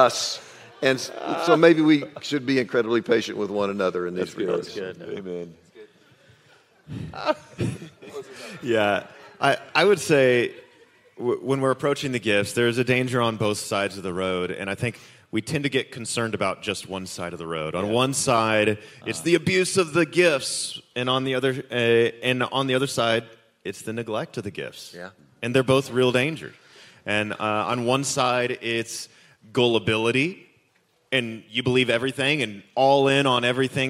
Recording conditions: busy venue